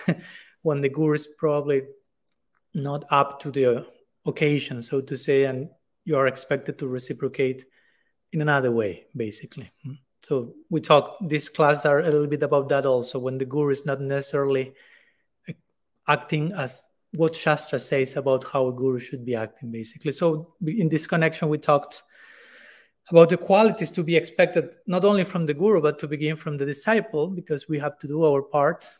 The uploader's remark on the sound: given at Radha-Gopinatha Mandira on March 7, 2023